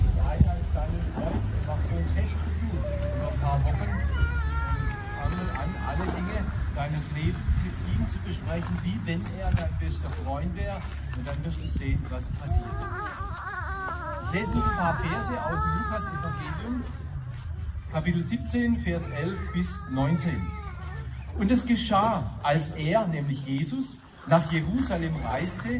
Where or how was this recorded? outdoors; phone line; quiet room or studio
outdoors